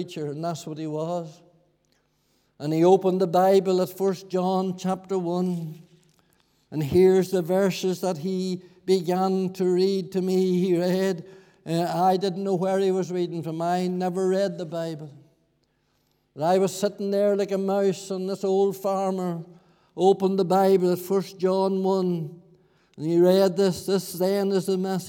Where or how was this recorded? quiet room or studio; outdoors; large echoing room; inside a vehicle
large echoing room